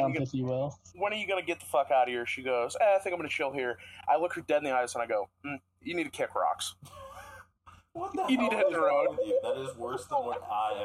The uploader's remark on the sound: I hope you enjoy the terrible audio quality at its best